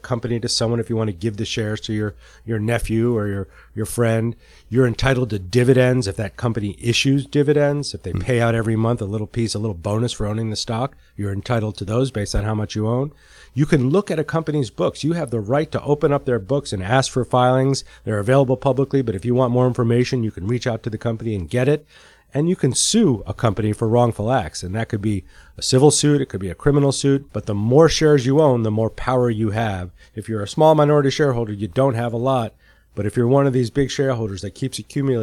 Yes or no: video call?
no